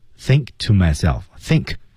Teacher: think，字母 K 失去爆破